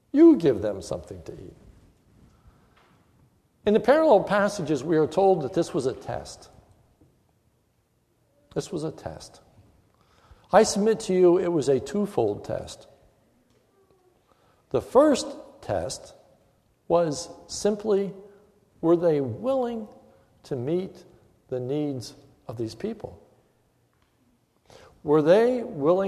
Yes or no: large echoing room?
yes